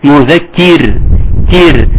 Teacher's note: عند الوقوف حاول انك ترقق الراء جيدا